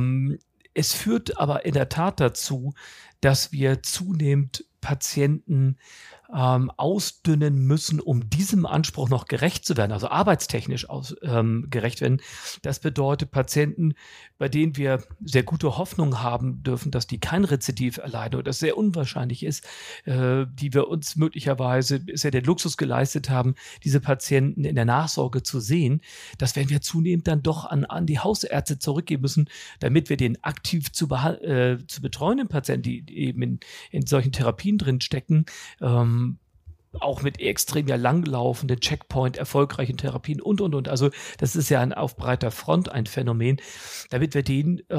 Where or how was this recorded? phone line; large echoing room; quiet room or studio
quiet room or studio